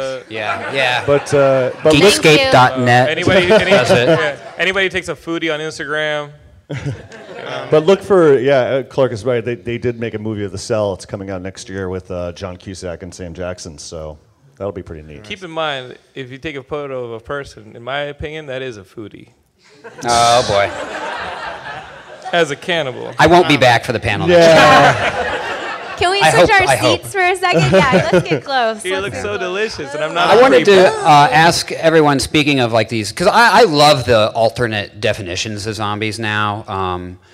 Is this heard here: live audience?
yes